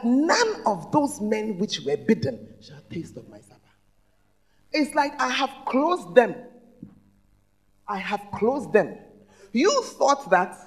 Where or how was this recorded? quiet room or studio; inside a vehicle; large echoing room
large echoing room